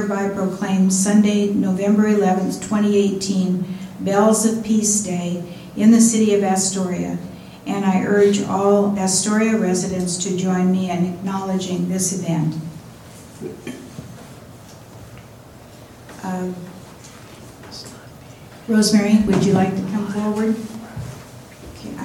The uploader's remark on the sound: Live Recording of Astoria City Council, 11/5/18